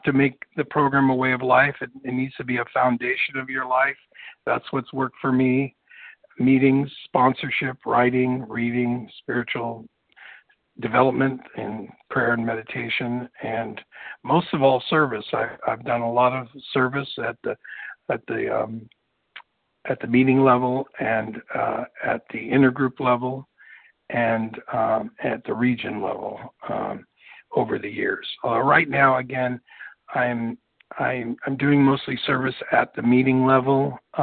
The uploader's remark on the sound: the 100 Pounders Phone Meeting